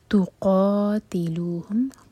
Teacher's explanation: آگے ہے ولا تقاتلوہم، ولا لا مد تبعی، دو حرکہ لمبا، تقاتلوہم، قاف ہیوی اور دو حرکہ لمبا